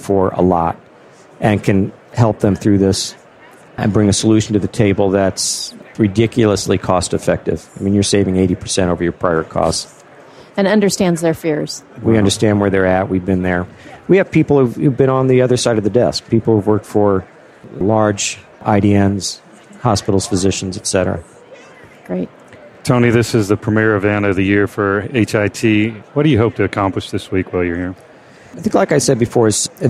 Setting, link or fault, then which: setting, busy venue